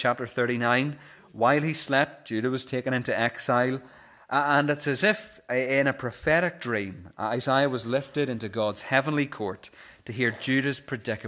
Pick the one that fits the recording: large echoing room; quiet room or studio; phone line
large echoing room